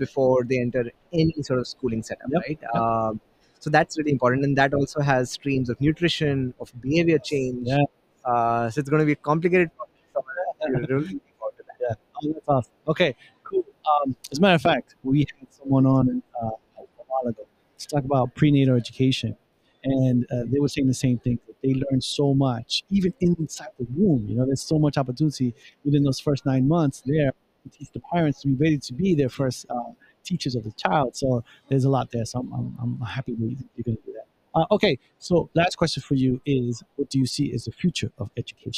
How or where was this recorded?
busy venue